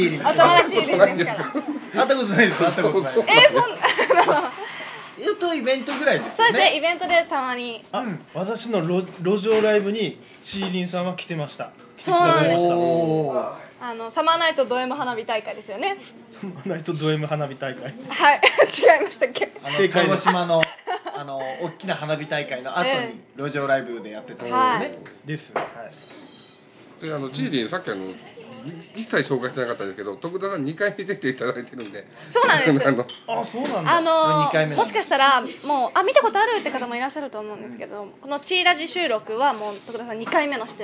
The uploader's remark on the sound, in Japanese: 鑑賞会での収録第2弾。